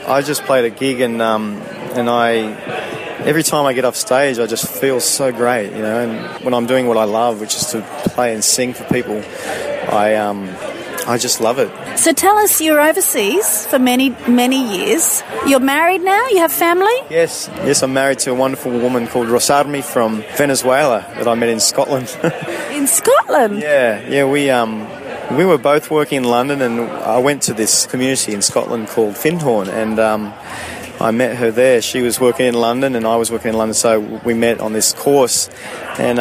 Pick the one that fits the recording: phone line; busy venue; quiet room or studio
busy venue